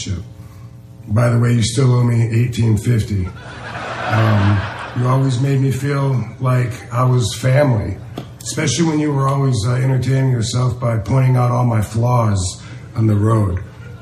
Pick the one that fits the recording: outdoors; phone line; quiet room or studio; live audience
live audience